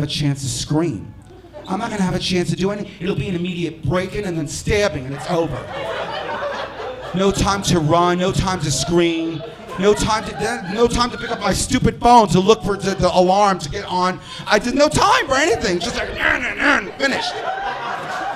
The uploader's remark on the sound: A weekly audio and video transmission from The Barn at The Egremont Village Inn